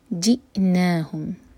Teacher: جیم کو حمزہ سے جوڑیں گے اور کٹ آف ساؤنڈ جی، جو سانس رکنے کی آواز ہے نا، یہ آنی چاہیے.